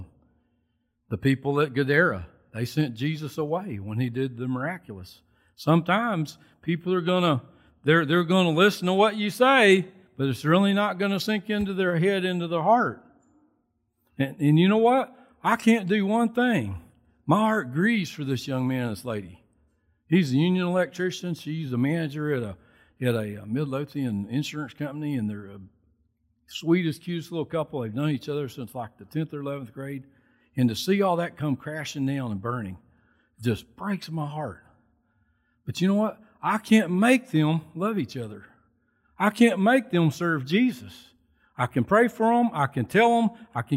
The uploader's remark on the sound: Recorded from South Gate Fellowship on May 23, 2021.